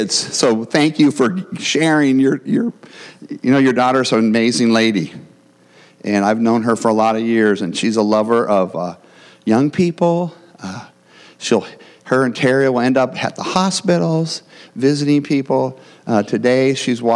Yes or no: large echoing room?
yes